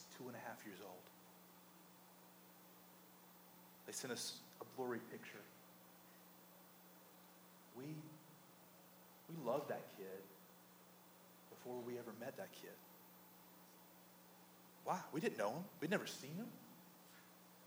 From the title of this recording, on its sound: poor audio quality